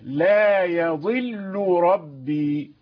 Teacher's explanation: اللام لا يضل والراء ربي أيضا متقاربان ولكن ليس فيهما إدغام لأن اللام مشددة